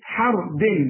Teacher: الراء هي المفخمه والدال مرققه